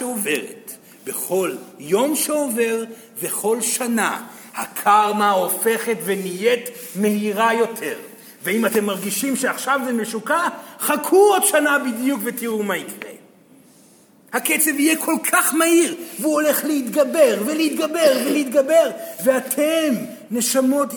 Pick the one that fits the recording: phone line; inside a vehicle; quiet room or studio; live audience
live audience